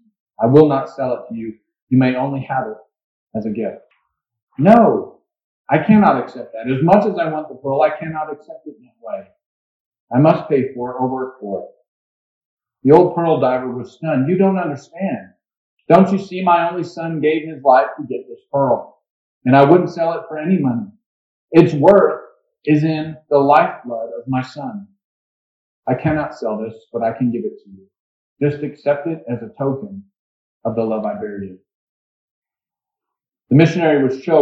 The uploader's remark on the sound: Waypoint Christian Church. Sorry about the audio quality, we had some mic issues.